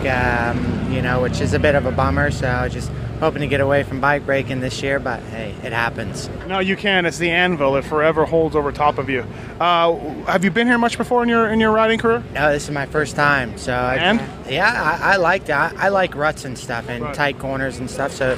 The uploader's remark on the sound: Muddy Creek 2013 Post-Race Interviews